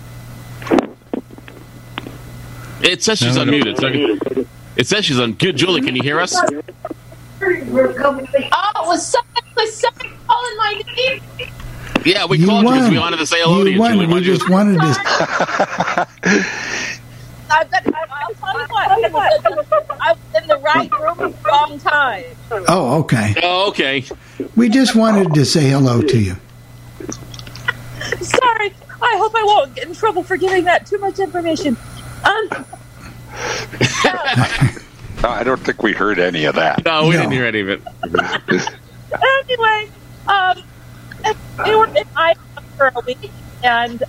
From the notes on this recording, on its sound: The coffeeclub where we take your live calls.